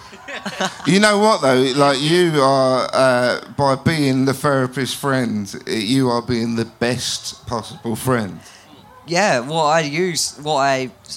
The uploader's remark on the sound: This week we have our live episode recorded at Camp Bestival!